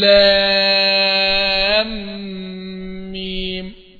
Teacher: لما تيجي الميم الساكنه وبعدها الميم متحركه بندغم الميمين في بعض · Term: ادغام مثلين صغير